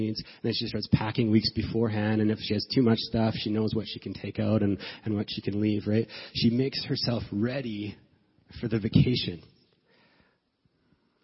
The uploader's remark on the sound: As we gather for the first service of 2017